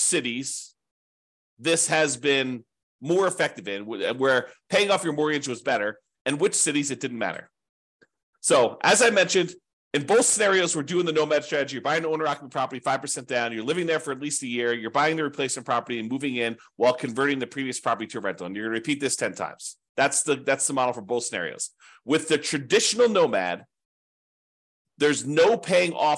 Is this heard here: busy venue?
no